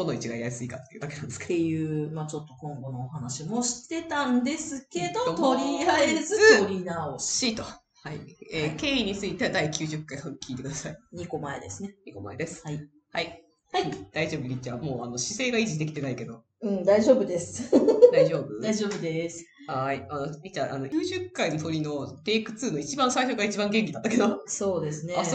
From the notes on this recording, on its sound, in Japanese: 今月音質が非常に悪いです！すみません！